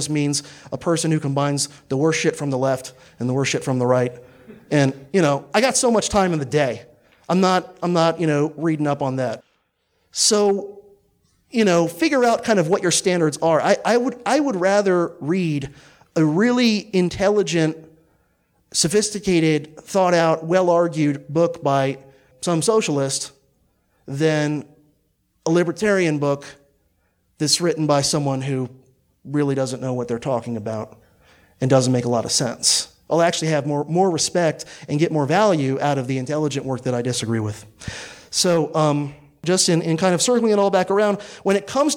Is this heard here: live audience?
yes